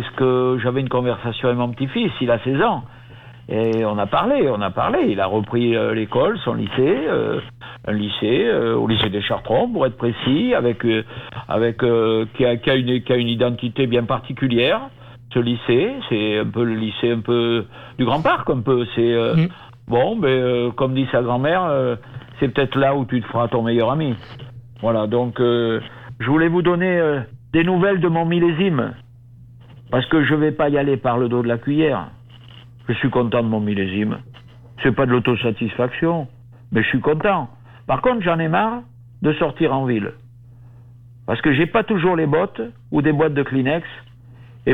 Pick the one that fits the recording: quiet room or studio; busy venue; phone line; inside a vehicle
phone line